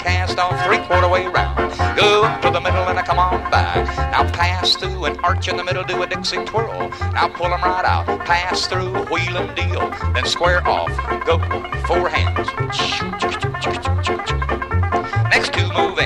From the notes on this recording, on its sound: Here he is in a live dance recording around 1962.